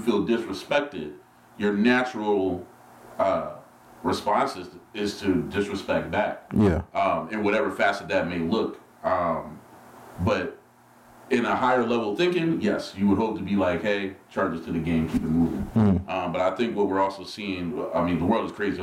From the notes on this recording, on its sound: Let me apologize for the bad audio! The mics were turned up too high on this one.